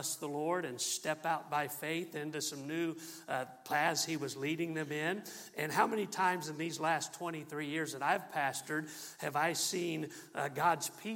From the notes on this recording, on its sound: MULTIPLY Conference. From the pulpit of Calvary Baptist Church on November.